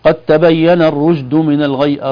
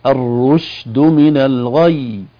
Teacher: حرف الشين فيه تفشي، بمعنى فيه انتشار للهواء · Shown in: second take · تقول الشين والجيم والياء عفوا تخرج من مخرج واحد من شجر اللسان أو وسط اللسان.